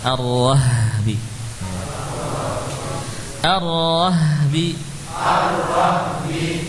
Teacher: Ha dibaca dengan mengalirkan nafas dan suara.